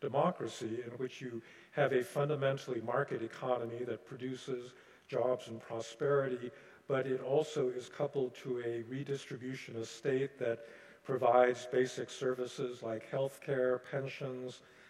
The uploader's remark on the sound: Delivered the convocation, “The Global Challenge of 2024,” at Carleton's Skinner Chapel on Friday, January 26.